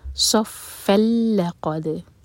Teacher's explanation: فتحه کی تنوین کے بعد ہے لام تو یہ ادغام بغیر غنہ کے یہاں پر ناک سے آواز بالکل نہیں آئے گی